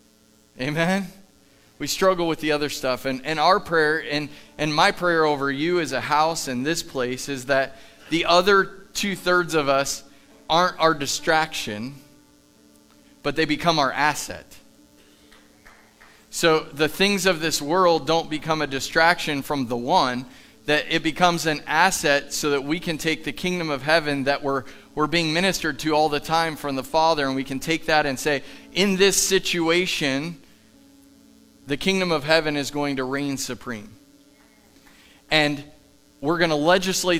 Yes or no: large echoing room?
yes